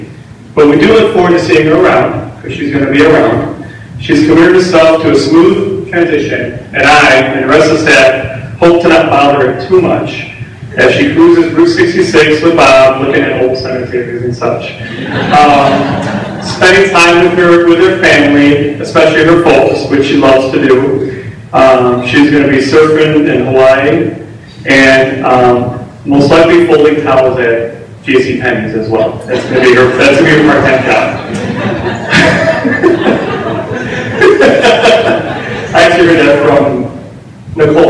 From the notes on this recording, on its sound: Podcasting live from the 2017 SEASPAR Believe &#38; Achieve Banquet. Podcasting live from the 2017 SEASPAR Believe & Achieve Banquet for our 3rd annual live broadcast at this event.